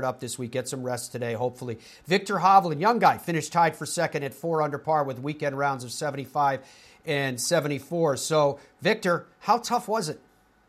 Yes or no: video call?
no